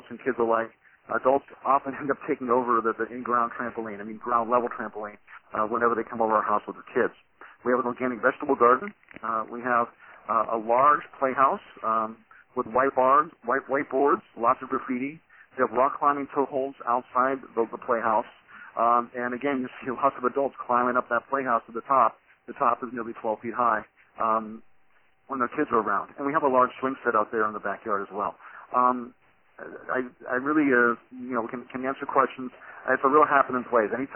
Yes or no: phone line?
yes